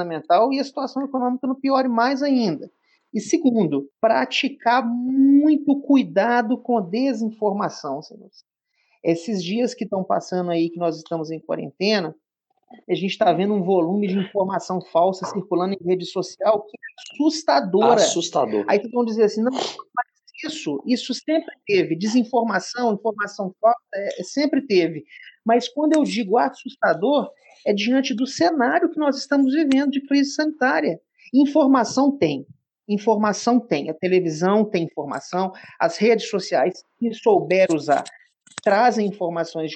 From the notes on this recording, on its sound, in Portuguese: Neste programa, gravado em ambiente virtual, trocamos experiências.